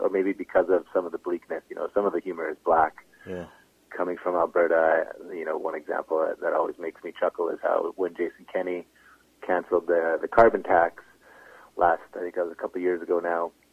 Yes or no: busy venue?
no